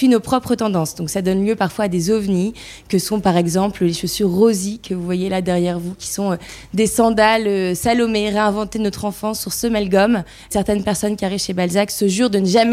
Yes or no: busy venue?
yes